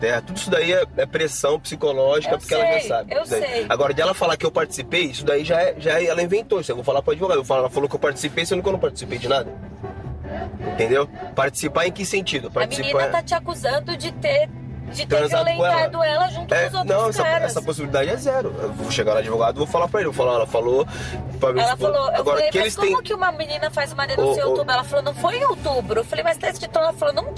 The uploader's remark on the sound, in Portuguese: A conversa foi gravada no carro do jogador.